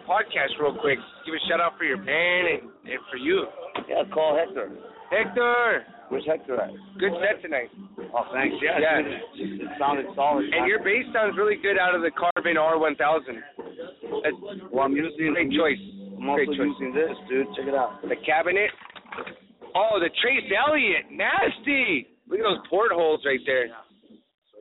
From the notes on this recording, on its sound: Broadcasting live from the Old Towne Pub in Pasadena, CA.